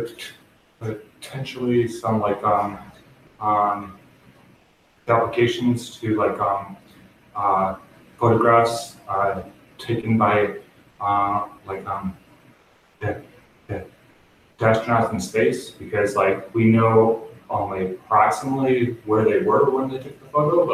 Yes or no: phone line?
no